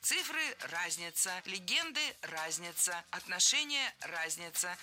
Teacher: А правильное ударение должно быть на первом слоге «разница». Цифры – разница, легенды – разница, отношения – разница.